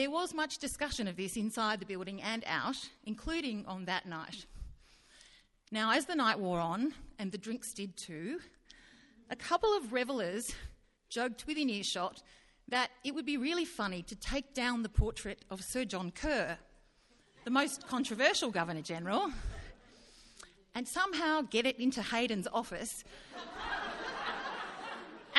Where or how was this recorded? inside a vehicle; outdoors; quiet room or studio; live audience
live audience